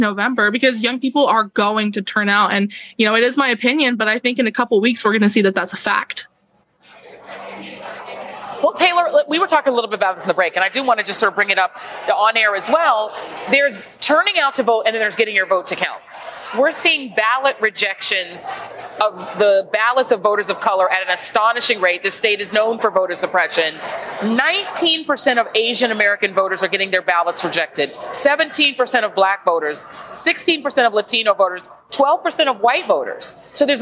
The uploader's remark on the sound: Live from the Flying Saucer Draft Emporium in Fort Worth, Texas! Our in-person audience. Roadtrip edition.